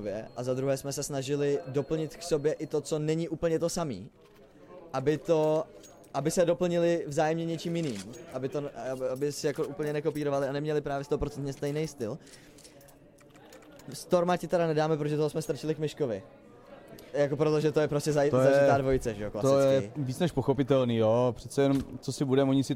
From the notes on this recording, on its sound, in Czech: Na RETAKE festivalu jsme živě rozebrali